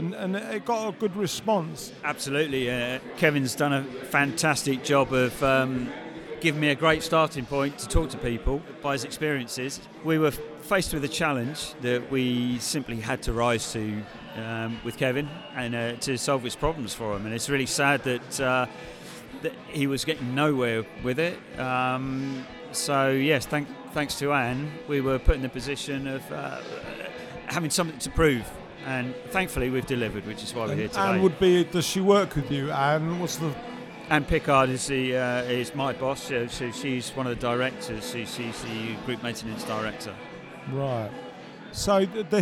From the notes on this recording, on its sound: On December 12th 2019 we held the year’s final AVCF symposia series at 1 Wimpole St during the after party